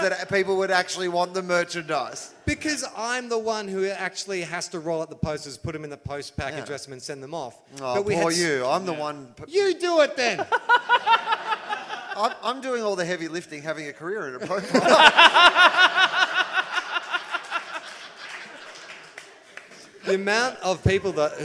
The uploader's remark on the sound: Live At The MICF. For a live recording at the Melbourne International Comedy Festival.